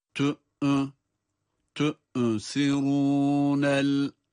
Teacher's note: Hemzeye bir hareke verdik adeta, cezimli olmasına rağmen.